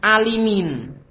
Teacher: Mengkasroh huruf lam ketika lafaz al-alamin